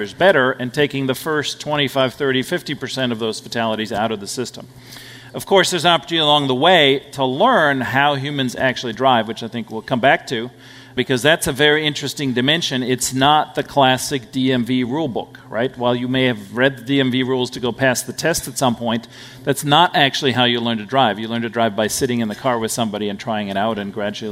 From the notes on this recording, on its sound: we share a panel discussion from Greylock's Future of Transportation event.